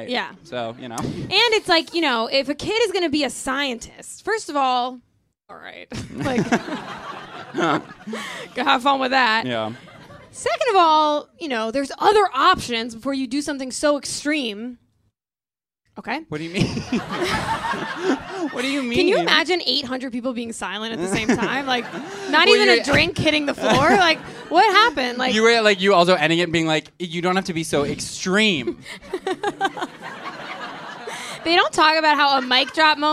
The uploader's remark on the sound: Live Show. Someone literally went into labor during this show — you can't hear it in the podcast.